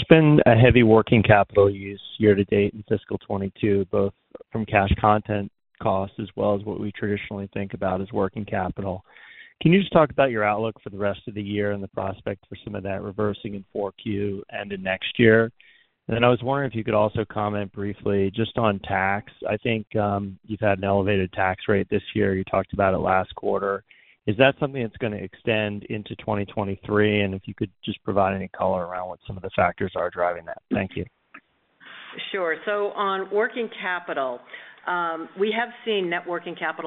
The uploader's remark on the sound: Earnings Conference Call